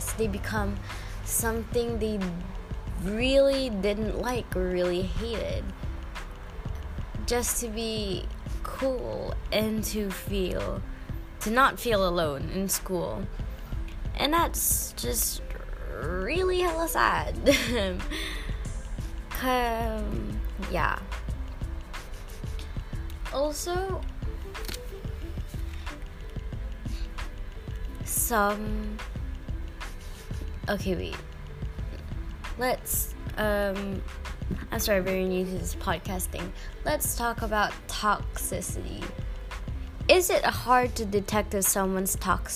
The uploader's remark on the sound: Might be a little background noise, sorry.